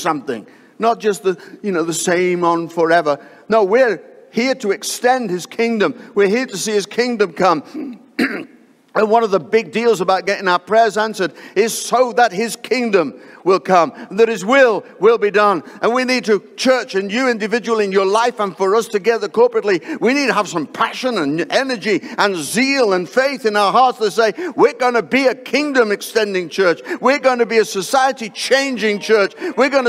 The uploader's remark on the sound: live from Destiny Church, Wakefield, UK